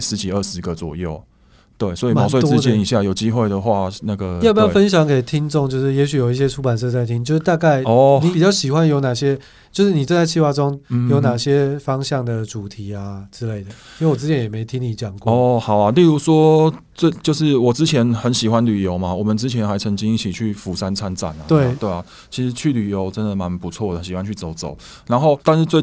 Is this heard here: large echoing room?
no